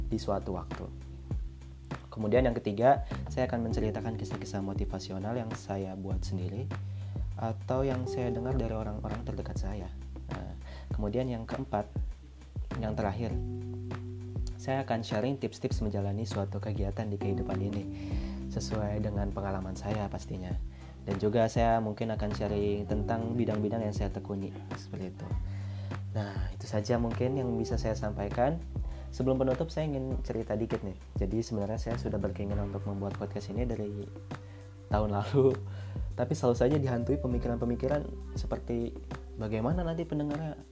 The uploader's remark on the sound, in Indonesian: Maaf suaranya kurang jelas dan masih ada suara lain yang masuk.